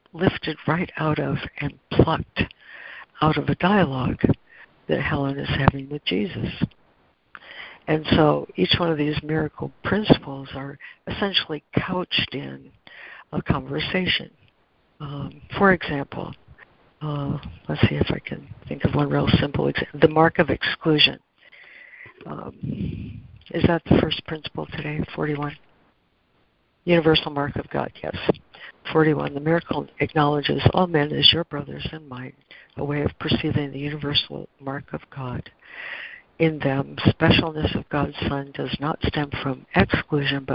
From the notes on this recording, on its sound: ACIM Daily Conference Call